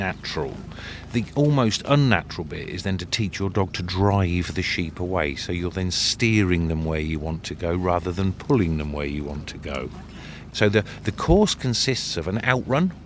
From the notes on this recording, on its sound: At the English National Sheepdog Trials 2023. Recorded on location amid the wind whistling on a rather bleak hillside in Yorkshire.